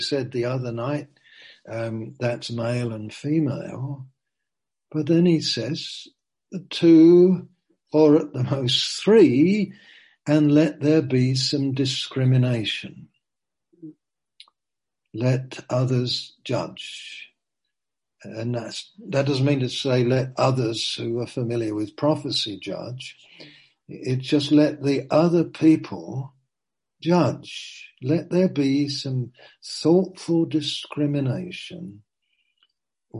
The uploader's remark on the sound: (Zoom) - Teign Valley Sessions - 19:00.